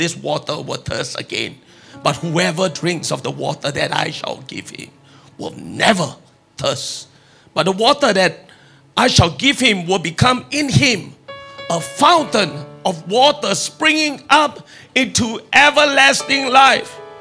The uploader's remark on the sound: Preached at Deep Calleth Deep Conference 2023, 7 December Evening Service